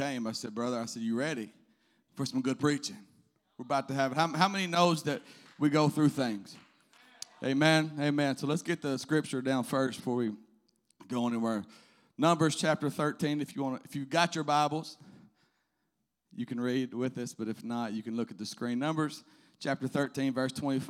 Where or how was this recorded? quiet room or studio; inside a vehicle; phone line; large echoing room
large echoing room